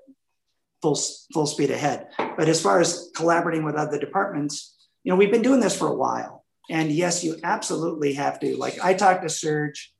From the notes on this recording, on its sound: This is the audio recording of a zoom Q. There were over 200 fans online from around the world.